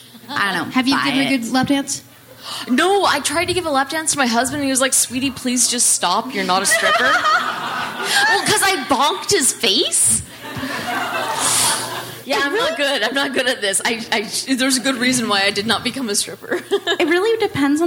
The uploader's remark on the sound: Recorded live at Portland's Dante's, it's a packed show.